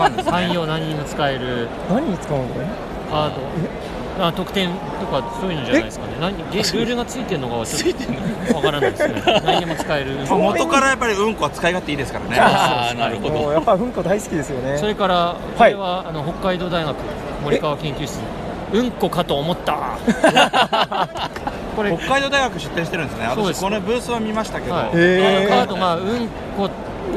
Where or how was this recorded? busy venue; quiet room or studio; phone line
busy venue